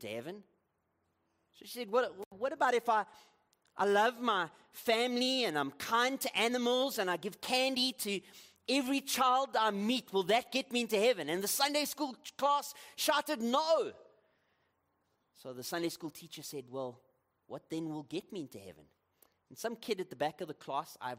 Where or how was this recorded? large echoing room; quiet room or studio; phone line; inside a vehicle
large echoing room